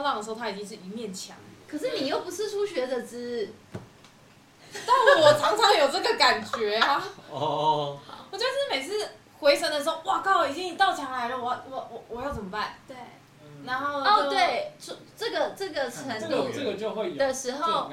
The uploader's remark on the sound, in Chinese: 台東浪人槓起來之夜！這一集的收音不是很專業請大家多包涵。在結束一天逐浪的晚上，在民宿的桌上大家一起閒聊一些衝浪技巧、衝浪經驗。